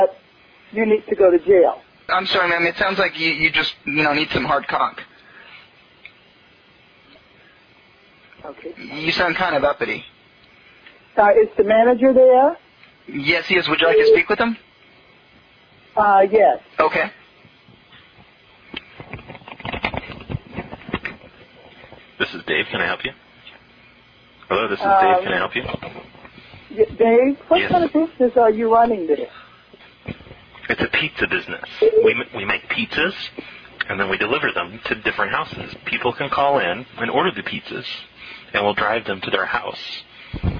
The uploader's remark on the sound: Prank Phone Calls